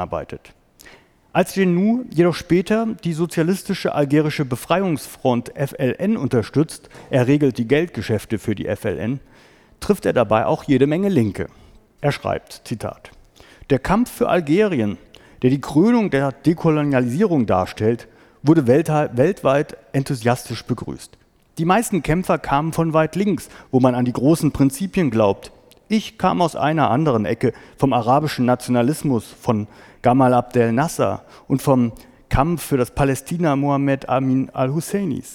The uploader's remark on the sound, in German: Mitschnitt eines Vortrages